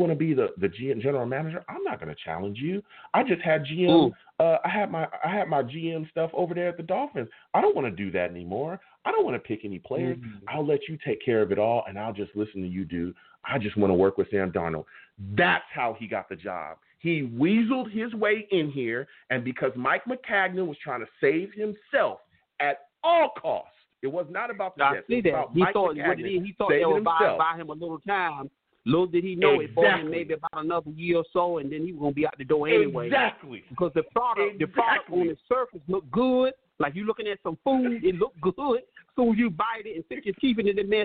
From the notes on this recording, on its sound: I take live callers!